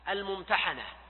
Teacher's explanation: هذه السورة اسمها سورة الممتحنة، و تنطق بكسر الحاء الممتحنة، لأن هذا يكون وصف للسورة نفسها أنها السورة الممتحنة، يعني التي نزل فيها الامتحان، وهكذا عند الأكثرين. وبعضهم ينطقها بفتح الحاء الممتحنة